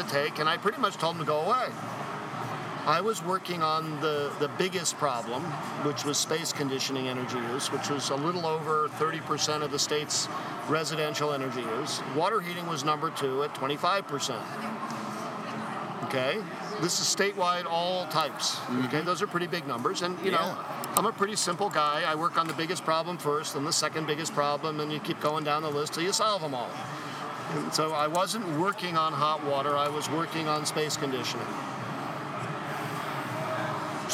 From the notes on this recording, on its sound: Live from the Texas Society of Architects 2017 Expo and Convention. Our live recorded episodes at the 2017 TxA Expo & Convention.